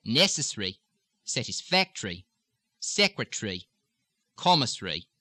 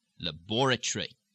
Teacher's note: the eri, ari, ori words will truncate and almost lose a syllable, leaving you with necessary, satisfactory, secretary, commissary, and the very English version, laboratory.